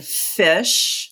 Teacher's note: when I put my top teeth on my bottom lip and I blow, I get the unvoiced sound